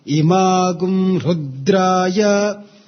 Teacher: After gum, imagum, ru is down carrying anudatta intonation. But it doesn't mean that the previous syllable should go up.